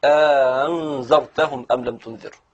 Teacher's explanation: قالون يقرا الهمزتين المتحركتين المتتاليتين في كلمه بتسهيل الهمزه الثانيه مع ادخال الف بينهما، تسمى الف الفصل، للفصل بين الهمزتين، ويقراها كده زي ما قراها، أنذرتهم أم لم تنذر.